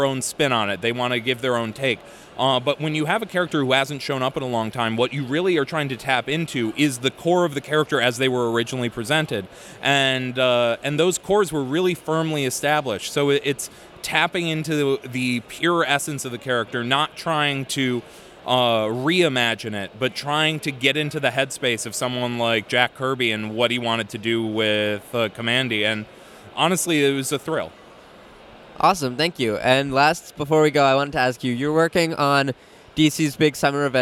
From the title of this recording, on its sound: Interview at Five Points Festival 2017